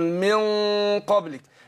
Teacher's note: الغن عكس الايه الالف تتبع ما بعدها، فهنا اقول ايه وما انزل من قا من بفخم الغنه اهي من قبلك يبقى انا فخمت الايه اخفيت النون عند القاف مع كون ان انا فخمت الغنه نفسها